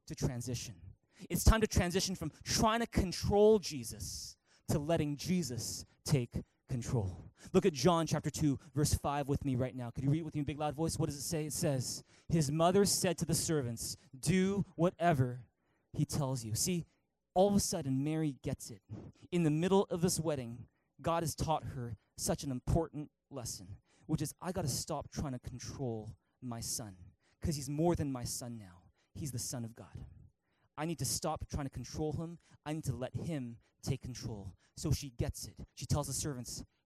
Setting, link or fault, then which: setting, large echoing room